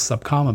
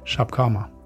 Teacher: And the Dutch will often pronounce the S as a sh. · Shown in: second take